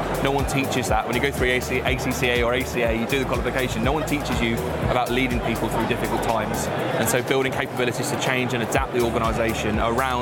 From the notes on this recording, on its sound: Live from Europe's Biggest Event 'Accountex'. A series of live interviews from Accountex 2022 in London recently. AIBN were the official broadcast partners of the event which featured the great and the good in the world of accounting and the many software/fintech vendors to the profession. Enjoy the live buzz of the event!